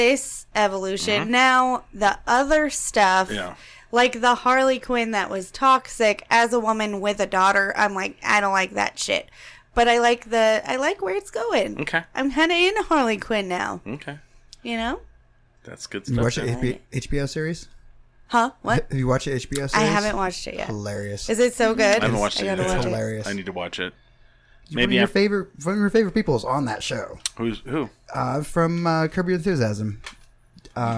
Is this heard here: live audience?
no